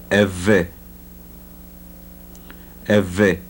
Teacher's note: the voiced labiodental fricative